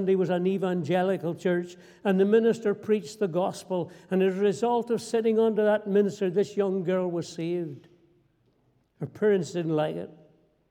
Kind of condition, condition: setting, large echoing room